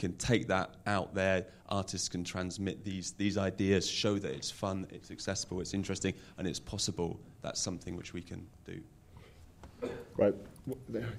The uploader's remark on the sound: State of the Arts is the Arts Council's national conference for the arts and culture sector, it took place at The Lowry in Salford on 14 February 2012 in conjunction with the BBC, Salford City Council, Manchester City Council and the British Council.